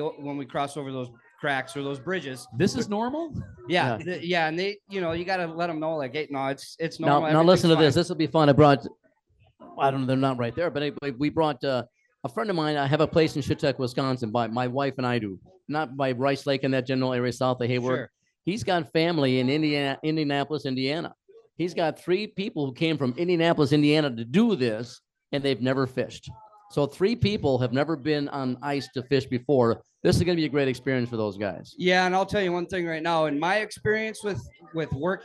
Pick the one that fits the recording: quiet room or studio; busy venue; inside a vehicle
busy venue